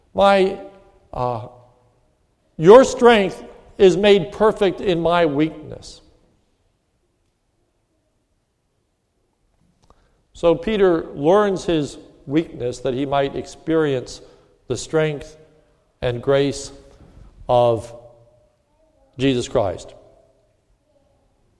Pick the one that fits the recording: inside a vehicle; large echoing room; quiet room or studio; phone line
large echoing room